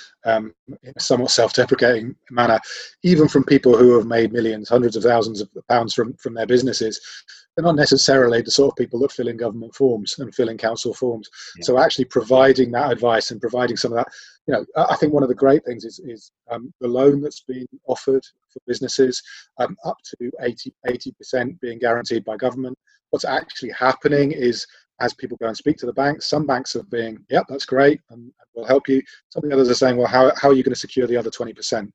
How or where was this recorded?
video call